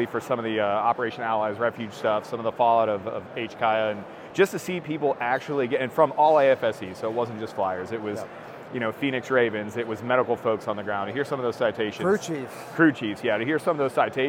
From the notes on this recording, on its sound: at the Airlift Tanker Association trade show and conference